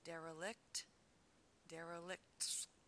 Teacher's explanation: Quick pronunciation note, singular form, derelict, three syllables, derelict, derelict. Plural, derelicts, is very difficult to pronounce correctly with a k followed by t followed by s. Derelicts, kts sound, very challenging.